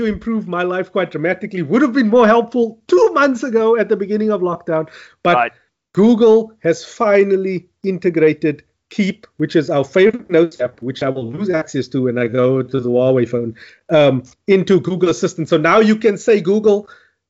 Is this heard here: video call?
yes